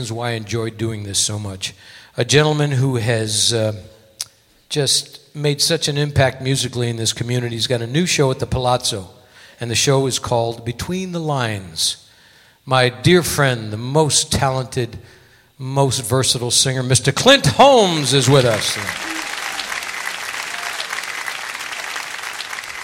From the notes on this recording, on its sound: Live at the South Point Casino